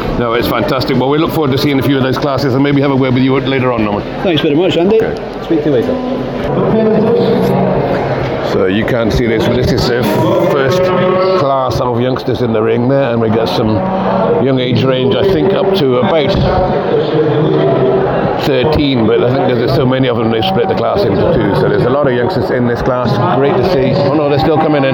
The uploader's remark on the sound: Live from Young Handlers competition. A quite unusual special short episode live from the Young Handlers section of the Stars of the Future calf show at Stirling.